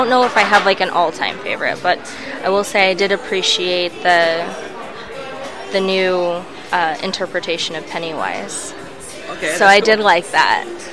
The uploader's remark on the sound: Spooky Stories from Phoenix Comic Fest 2018. Thank you Phoenix Comic Fest for letting us record.